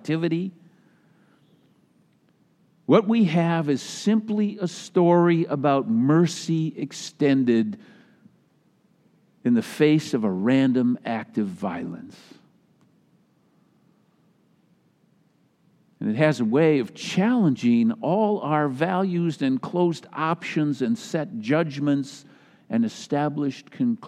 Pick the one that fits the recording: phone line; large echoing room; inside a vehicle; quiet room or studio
large echoing room